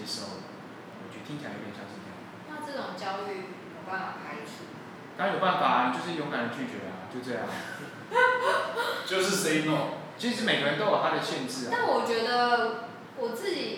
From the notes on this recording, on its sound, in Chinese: 錄音以及內容問題前面幾集還在試錄跟摸索，請大家多多見諒喔